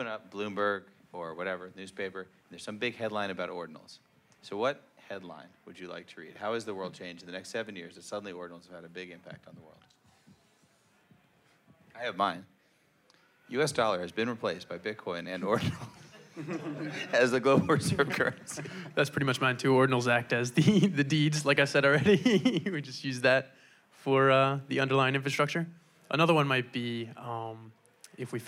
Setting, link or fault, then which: setting, live audience